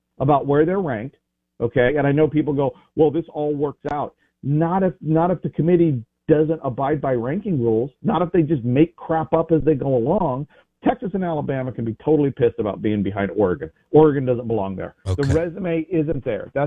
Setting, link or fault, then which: link, phone line